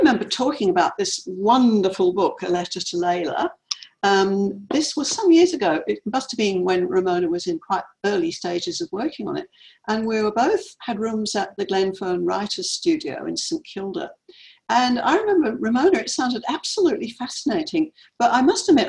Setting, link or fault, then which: link, video call